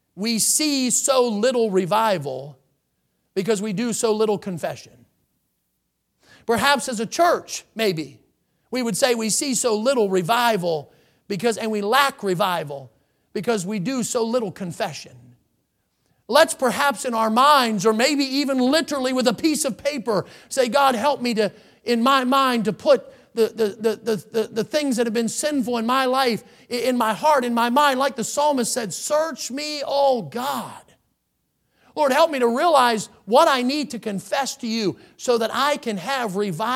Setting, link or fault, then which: setting, large echoing room